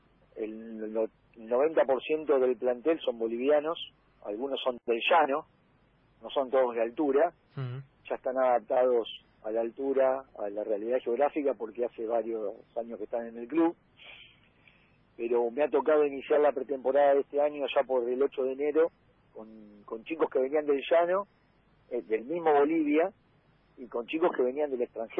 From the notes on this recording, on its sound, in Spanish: En el móvil a distancia